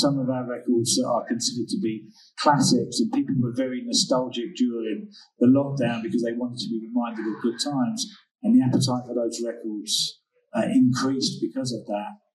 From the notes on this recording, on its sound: This episode was recorded at the Night Time Economy Summit in Bristol